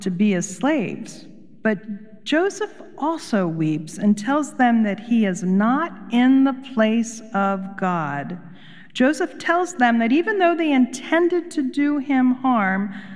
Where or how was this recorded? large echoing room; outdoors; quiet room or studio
large echoing room